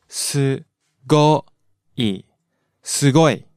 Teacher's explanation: And this one starts out low and goes up.